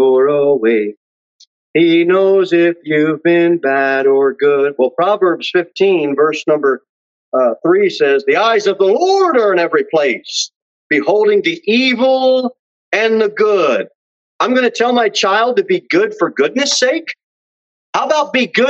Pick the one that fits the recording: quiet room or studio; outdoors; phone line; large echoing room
large echoing room